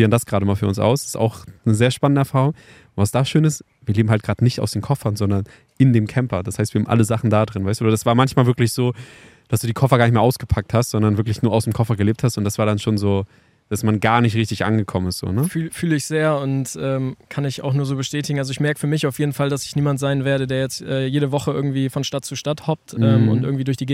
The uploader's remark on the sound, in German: Die Folge haben wir Ende Juni in der Schweiz auf einem Campingplatz für euch aufgenommen.